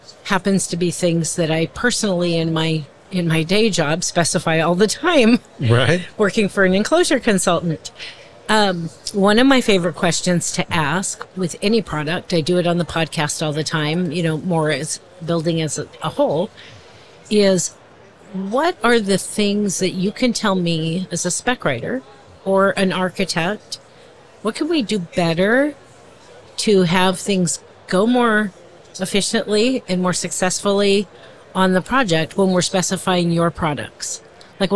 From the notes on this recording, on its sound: In this bonus episode, we share a conversation from our live podcasting event at the 2023 AIA Conference on Architecture in San Francisco, California.